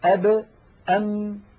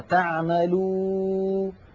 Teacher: الباء والميم تخرجان بانطباق الشفتين، أب أم، بينما الواو تخرج بانضمام الشفتين إلى الأمام مع إبقاء فرجة بينهما، يعني في هناك فجوة.